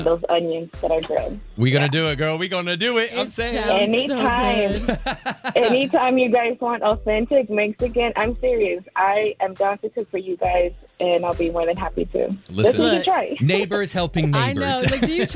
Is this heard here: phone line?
yes